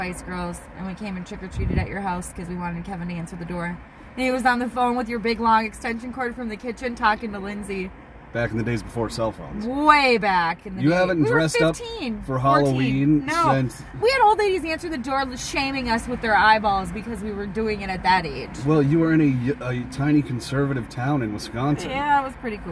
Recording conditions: inside a vehicle